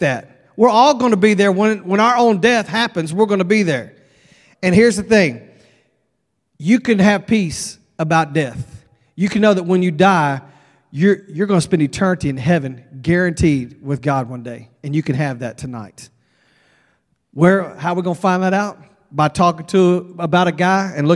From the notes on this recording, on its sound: at Broadway Baptist Church, Lexington, Kentucky